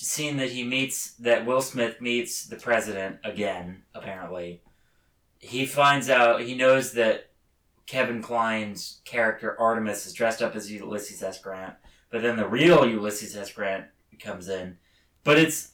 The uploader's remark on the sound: We honor this very bad movie with very bad audio quality.